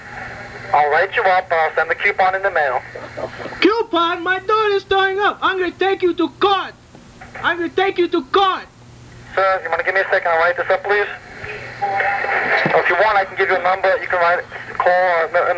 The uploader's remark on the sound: Prank Phone Calls